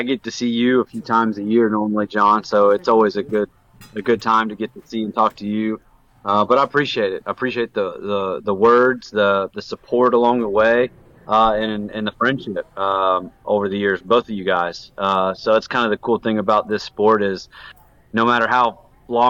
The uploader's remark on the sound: Coming to you Live and Unfiltered from Maloney's Pub. Coming to you Live and Unfiltered from Maloney's Pub.